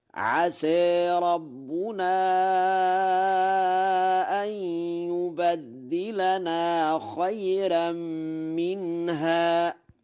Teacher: قرأ ورش أن يبدلنا بفتح الياء وتشديد الدال متعديا بالتضعيف، والتشديد والتخفيف لغتان، وله الفتح والتقليل في عسى وترقيق الراء في خيرا، فيقرأ هكذا: عسى ربنا أن يبدلنا خيرا منها.